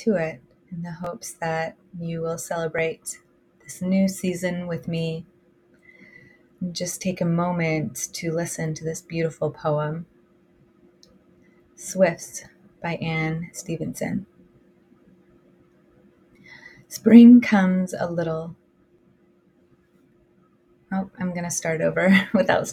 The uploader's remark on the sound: apologies for any background noise; I live in a noisy place.